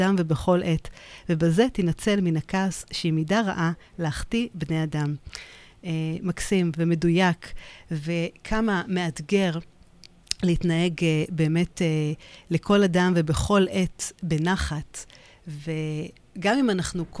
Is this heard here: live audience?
no